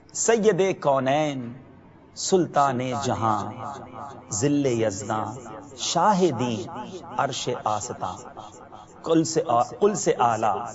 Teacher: a special naat that Allah Hazrat radiallahu ta'ala anhu has written, whereby the lips don't touch each other, don't meet with each other.